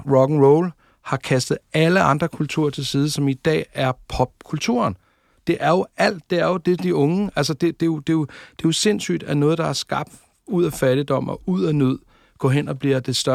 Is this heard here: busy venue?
no